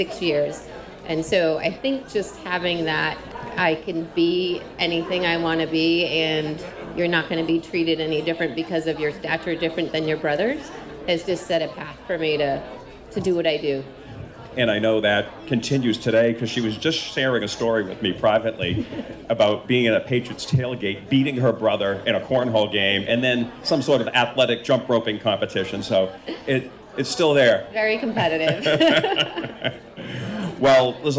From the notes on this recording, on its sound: Part one in a series from NEHRA's annual conference, 2019! NEHRA's HR Live event.